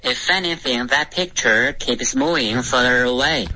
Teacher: keeps 就直接爆破进入丝这是一个融合音